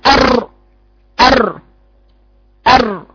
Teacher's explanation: وده المقصود بالتكرير ارتعاد رأس اللسان عند النطق بالراء. صفة هي في صفة في الراء يجب التحرز منها بجعلها ارتعادة واحدة، يعني ارتع هي صوته بيديك صوت التوسط اللي انت أر أر أر.